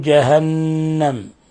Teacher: جهنم نون ساكنة نون مشددة تغن مقدار حركتين